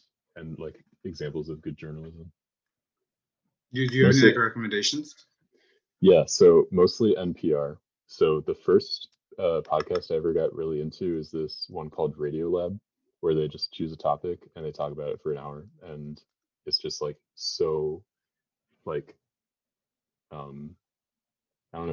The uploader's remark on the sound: His episode was recorded with old hardware, so the audio quality is less than our current standard.